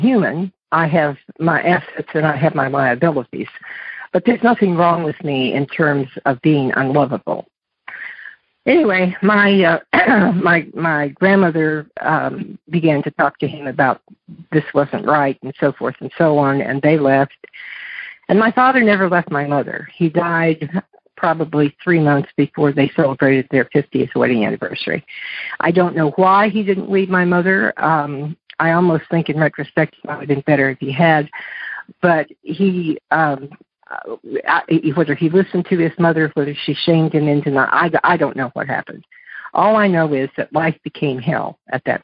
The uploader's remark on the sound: Monday Noon Phone Speakers Series